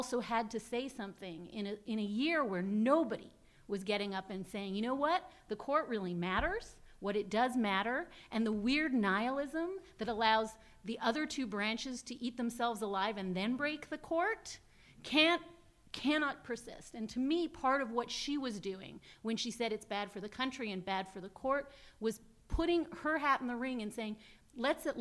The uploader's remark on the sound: UCI Law's 6th annual event. Drew a record crowd in person (more than 800 RSVPs!), and hundreds more online via live webcast.